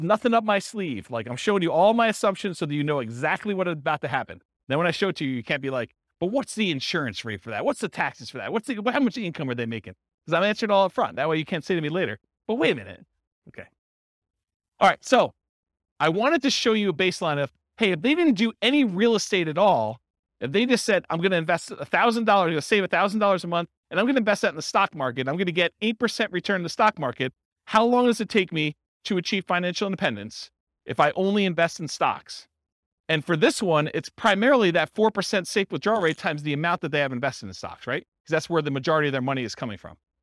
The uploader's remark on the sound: This was a live class recorded